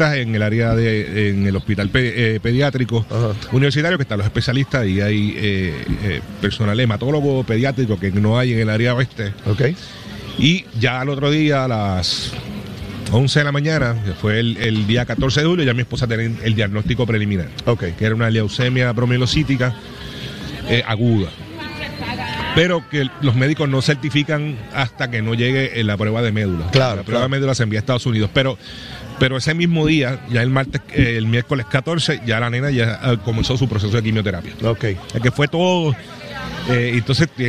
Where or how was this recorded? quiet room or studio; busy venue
busy venue